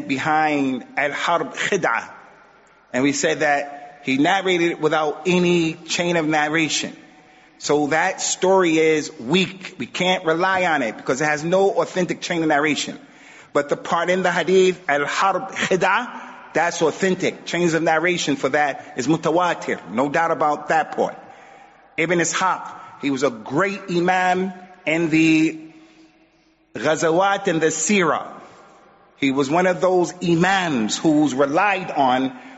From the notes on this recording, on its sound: Recorded at Green Lane Masjid & Community Centre. Recorded at Green Lane Masjid & Community Centre.